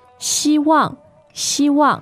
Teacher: So it's first tone and fourth tone, so try to remember that, up and down.